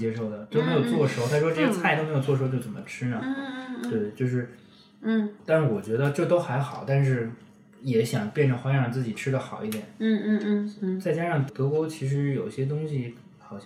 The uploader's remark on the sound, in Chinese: 由于还不熟悉最新更换的录音设备，录制过程中出现了很多杂音，并且后期水平有限，不能把他们完全消除，希望大家见谅。